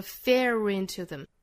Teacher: intothem，这个 fear 和后面的 into 可以做连读的，我们可以读成 fear intothem， not to beat fear intothem， fear 这个词单独英音来说是 fear，那跟后面 into 如果连读的话呢也是会带出一个小小的 r 的这个小音来啊，我们说 fear intothem， be fear intothem， fear 这个词也是要强调的，虽然强调依然是连读，我们听原声就是这样子的哈， not to be fear